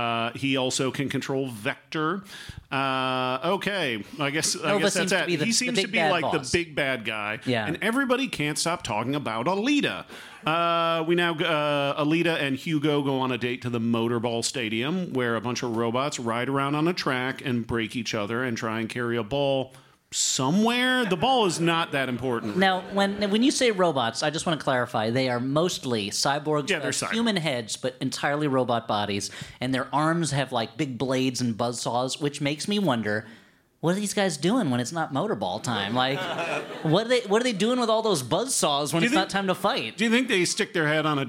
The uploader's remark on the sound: this live episode, taped at Boston's CitySpace